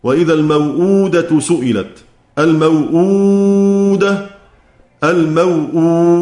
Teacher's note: الموؤودة ممنوعة من اللين، الواو يعني لا تمد، الواو اللي هي اللينة التي وقعت بين الفتح والسكن · Term: القصر